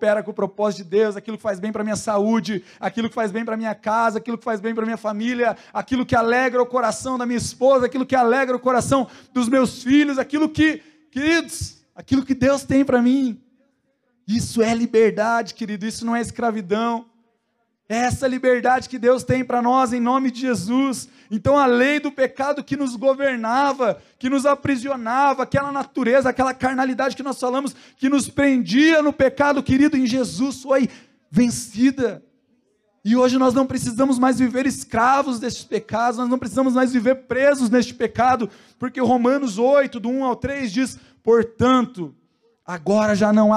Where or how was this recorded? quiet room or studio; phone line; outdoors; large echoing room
large echoing room